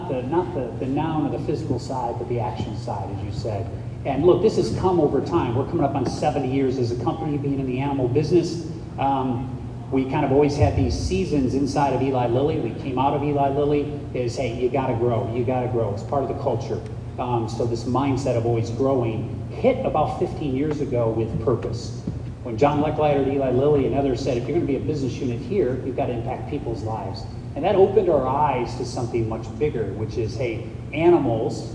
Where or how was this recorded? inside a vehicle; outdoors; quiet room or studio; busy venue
busy venue